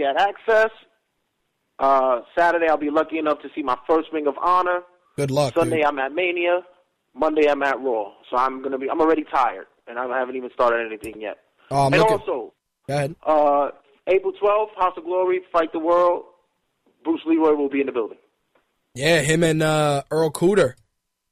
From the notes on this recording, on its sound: called in to give his thoughts